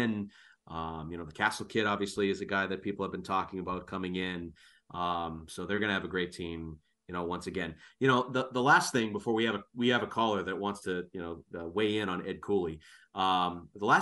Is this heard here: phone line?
no